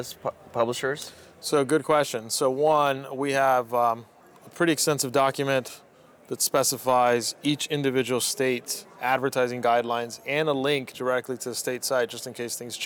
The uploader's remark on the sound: Live from New West Summit